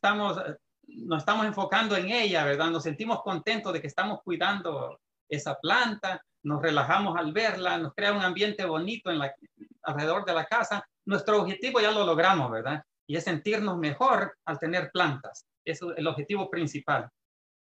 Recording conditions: video call